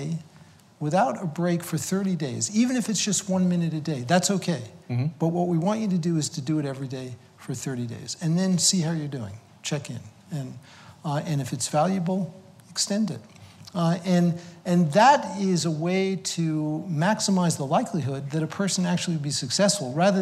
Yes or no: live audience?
yes